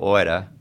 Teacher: the R on the end of order, you're not pronouncing, right? Because that's actually a vowel.